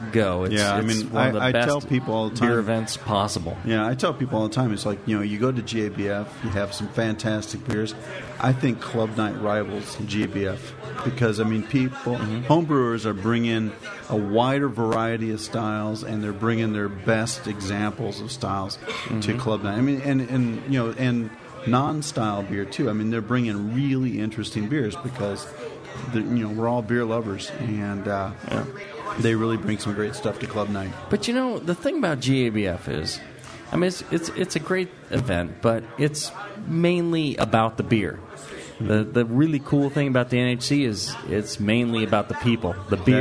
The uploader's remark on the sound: The 2009 national Homebrewers Conference in Oakland. This is a live question and answer show. From the hospitality suite at the conference. Festival attendees and listeners were able to ask the brewing questions they've always wanted answered from our two experts.